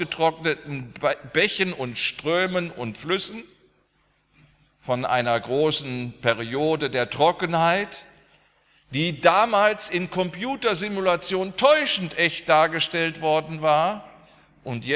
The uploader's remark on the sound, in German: aus dem Gottesdienst der Liebenzeller Mission